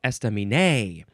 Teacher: those first three syllables, none of them get emphasized more than the others